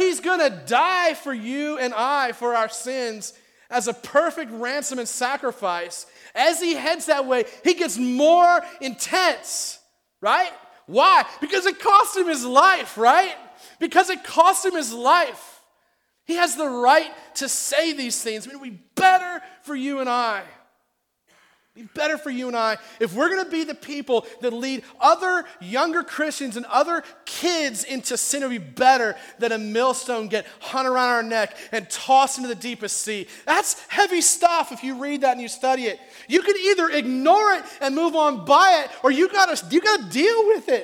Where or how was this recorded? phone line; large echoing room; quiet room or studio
large echoing room